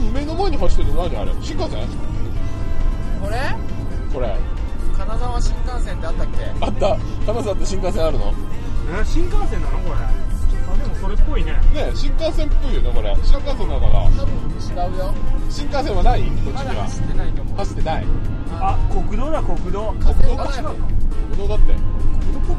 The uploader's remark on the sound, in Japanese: GO!金沢24時間耐久ロケ 編。収録はすべて「チリチリモービル内」しかも「走行中のみ」となっております…。